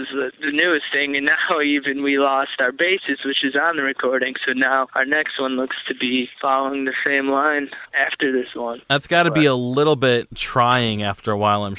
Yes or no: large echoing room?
no